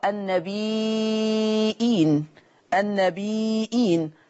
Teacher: طيب اللفظ الذي يليه النبيين بالهمزة تقرأ النبيين، النبيين، فتمد الياء مدا مشبعا أيضا